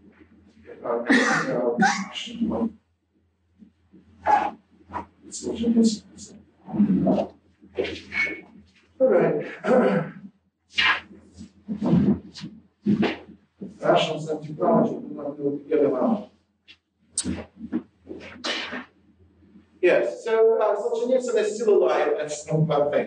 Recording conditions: poor sound quality